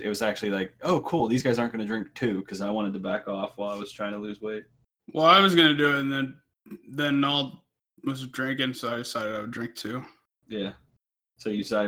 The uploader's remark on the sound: Stepisode 28 is an excellent lesson for how not to record a podcast.